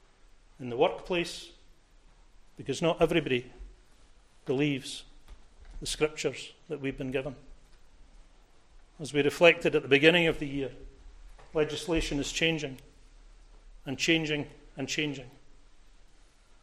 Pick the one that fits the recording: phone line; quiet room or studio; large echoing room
large echoing room